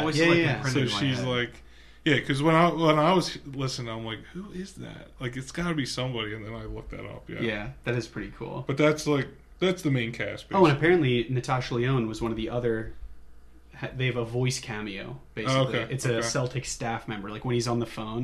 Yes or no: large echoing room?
no